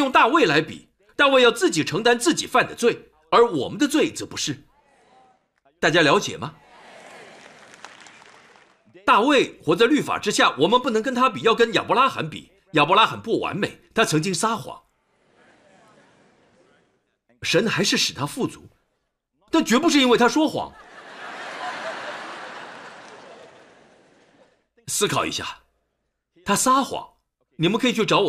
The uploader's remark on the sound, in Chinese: 湖木教会现场实录